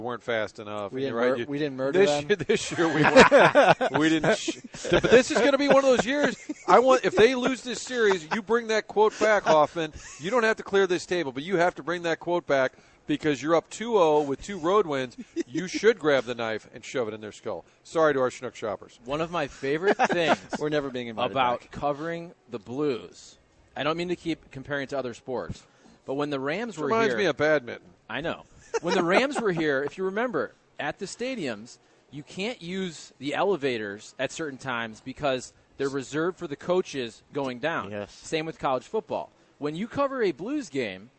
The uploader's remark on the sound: broadcasting live from Schnucks in Florissant